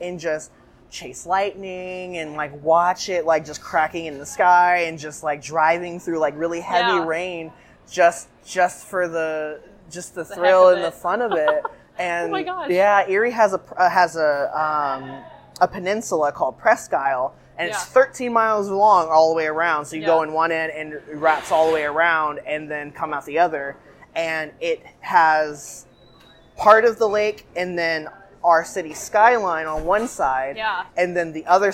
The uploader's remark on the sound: Don't mind the coffee shop noises. This conversation happened to have some coffee grinding and doors squeaks as sound effects to add to the experience!